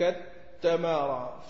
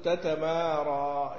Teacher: التمارى في حال الوصل، يدغم التائين، لكن إذا فصل الكلمة السابقة يقول تتمارى · Term: إدغام التائين